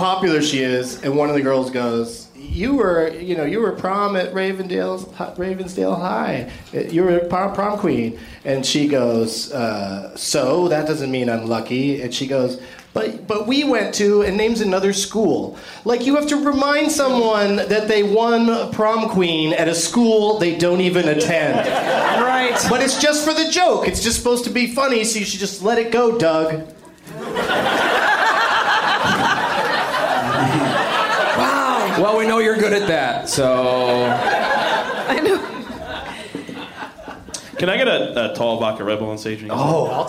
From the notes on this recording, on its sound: Live from the Comedy Club on State in Madison, WI